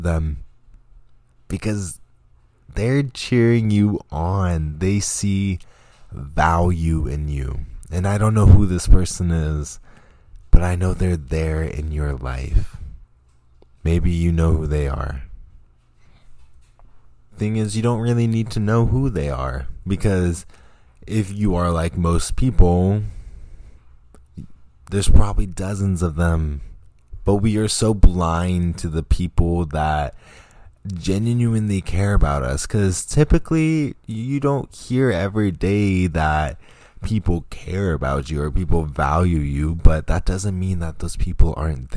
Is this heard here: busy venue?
no